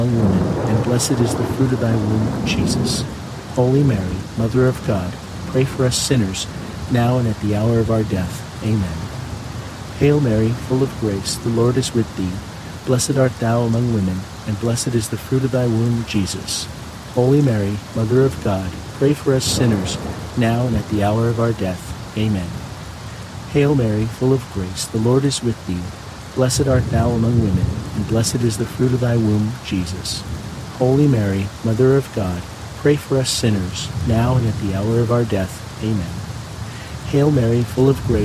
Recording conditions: sounds in the background